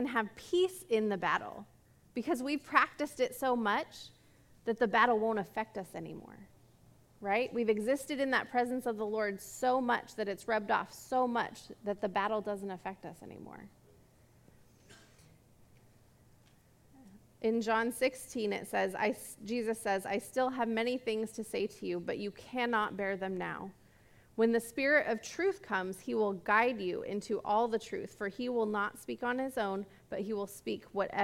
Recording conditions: large echoing room